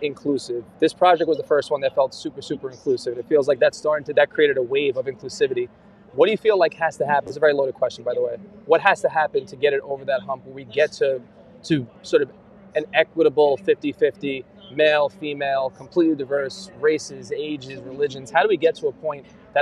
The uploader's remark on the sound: Live From VeeCon.